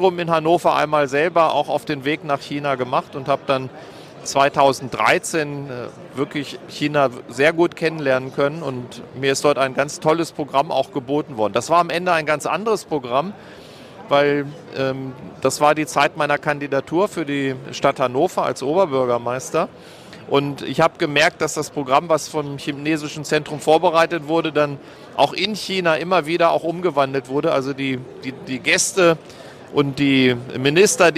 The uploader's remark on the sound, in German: Live Interview auf Hannover Messe 2023